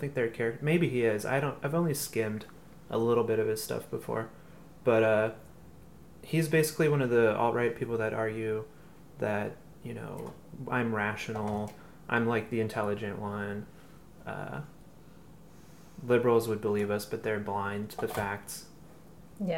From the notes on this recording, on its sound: This week, we talk Alt-Right with the pleasant sounds of sautéing lunch in the background.